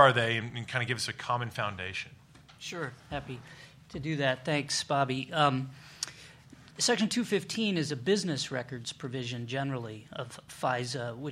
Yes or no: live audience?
yes